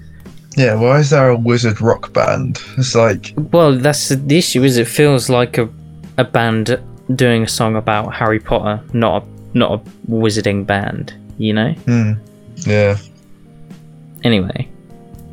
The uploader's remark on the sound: The audio didn't render properly!! Sorry in advance, reccomend 80% volume.